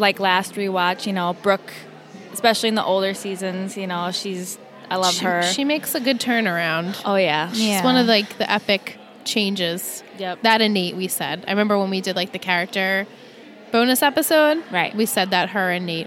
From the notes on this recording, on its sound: Recorded LIVE from TRIC.